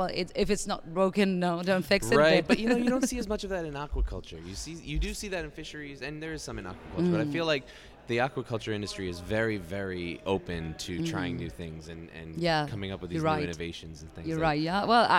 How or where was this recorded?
busy venue